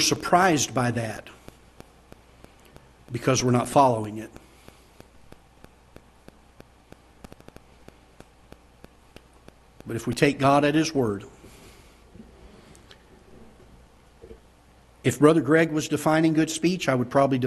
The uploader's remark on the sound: Ketha Heights Baptist Church ~ Live Broadcast